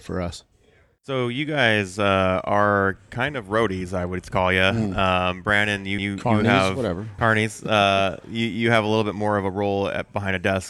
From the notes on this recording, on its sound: I'm on location at UTV Takeover in Coos Bay, Oregon